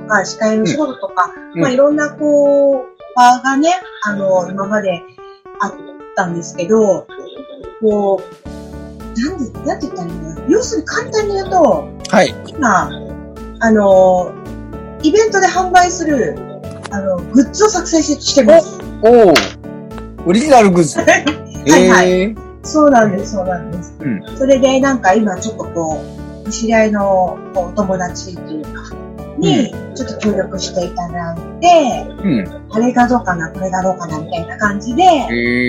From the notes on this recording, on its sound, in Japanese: 初のzoom収録に挑戦！なので今回はお互いの自宅からパソコンを使ったリモート収録に初挑戦！